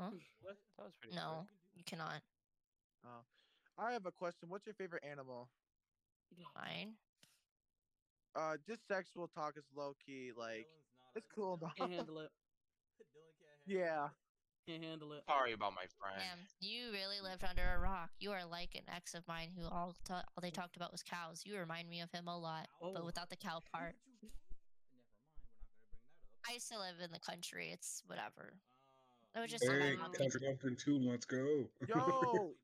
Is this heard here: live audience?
no